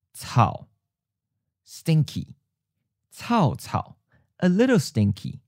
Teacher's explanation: third tone mid-falling as the original tone. And then we have the first syllable changing to second tone high-falling